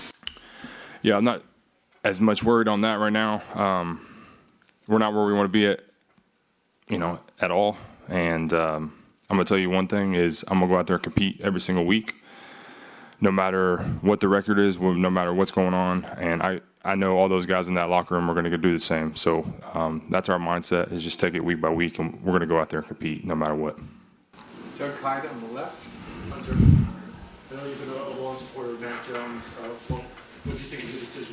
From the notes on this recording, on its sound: Addresses the media during his postgame press conference following New England's 10-6 loss to the Indianapolis Colts in Frankfurt, Germany.